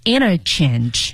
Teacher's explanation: 其实它的读音呢，在美语当中，那个 inter 有时候会变成 inner 啊